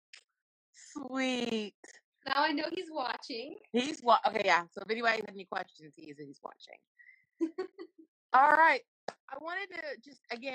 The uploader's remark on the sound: Invited me onto her IG Live. The sound is a bit corrupted on the podcast.